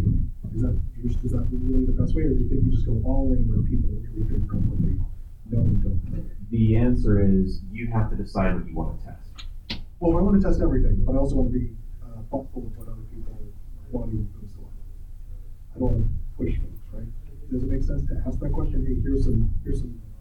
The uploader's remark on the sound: Recorded at Metatopia 2023